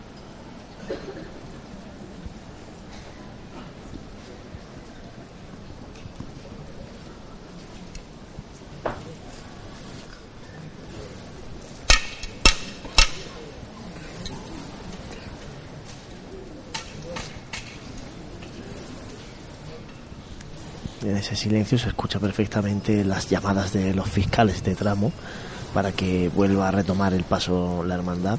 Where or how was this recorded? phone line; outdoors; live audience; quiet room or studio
outdoors